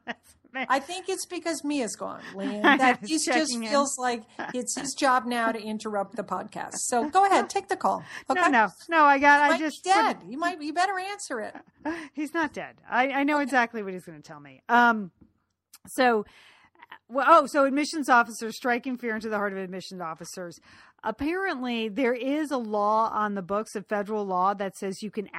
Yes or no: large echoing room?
no